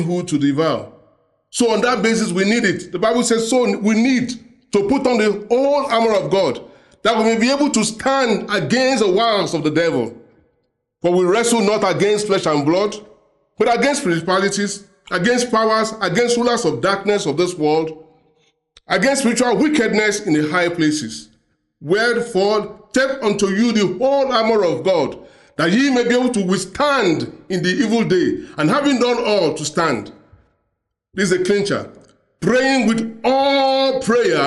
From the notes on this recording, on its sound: preached during the Sunday Service